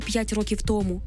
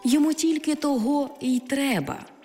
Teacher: у непрямих відмінках ці займенники зберігають свій наголос на другому складі, якщо їх вживають без прийменника · Shown in: second take